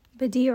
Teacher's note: عين is going to be from the middle of the throat, so we are going to feel a little bit of constriction as we say this letter. And then the letter دال here is going to be a two count مد أسلي.